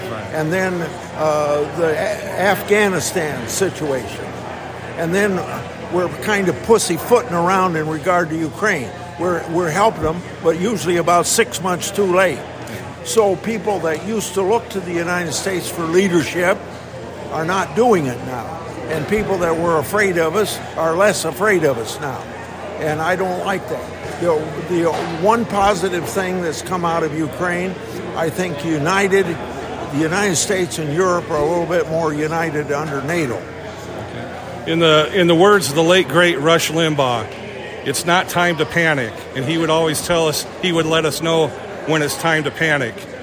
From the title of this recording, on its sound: Press Conference in Washington County Iowa